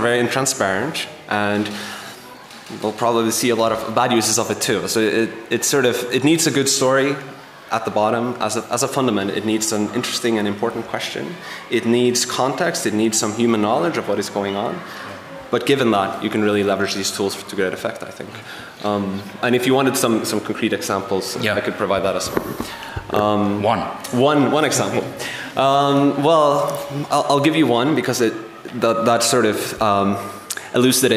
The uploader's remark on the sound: Live from the 2023 International Journalism Festival in Perugia